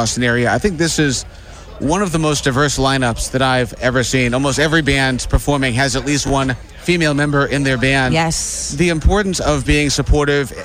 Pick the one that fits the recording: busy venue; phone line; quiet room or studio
busy venue